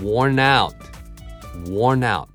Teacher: Warn で out にそのまま N からつながる